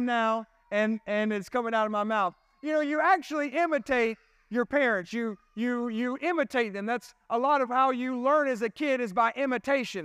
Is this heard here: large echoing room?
yes